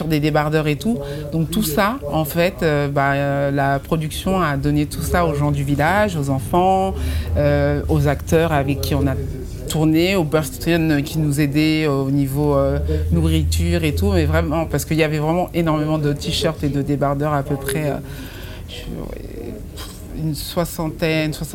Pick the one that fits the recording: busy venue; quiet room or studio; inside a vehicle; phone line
busy venue